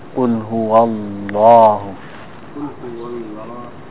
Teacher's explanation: The lam is thick in the word of Allah. It comes out like a low.